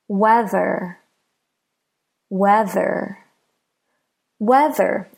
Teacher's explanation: the we in weather is stressed